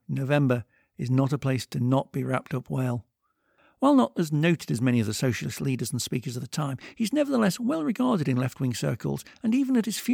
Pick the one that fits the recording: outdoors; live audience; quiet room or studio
quiet room or studio